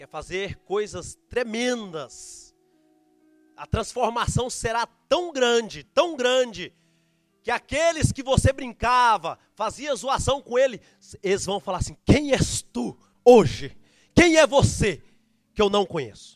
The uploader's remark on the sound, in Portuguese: Gravado no nosso culto de jovens, Gerados Night.